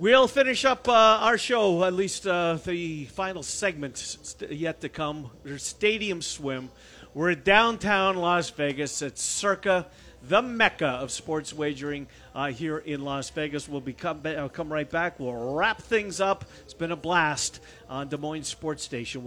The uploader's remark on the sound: Live from Circa Las Vegas